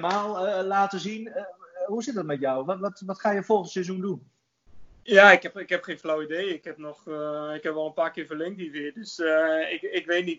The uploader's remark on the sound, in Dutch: Deze aflevering van de Koffiecorner kun je luisteren naar een Skype-sessie